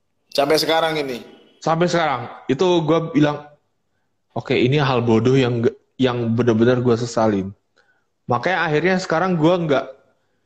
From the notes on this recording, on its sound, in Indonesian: Sebuah percakapan antara 3 insan manusia yang di lakukan secara Live di Intagram.